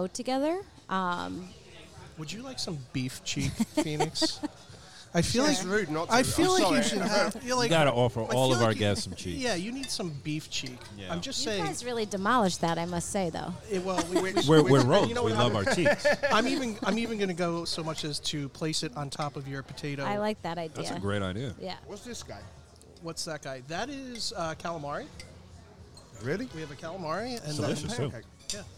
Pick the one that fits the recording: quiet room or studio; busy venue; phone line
busy venue